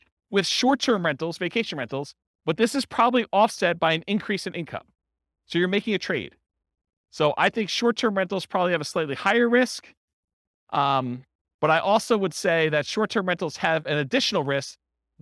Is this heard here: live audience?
yes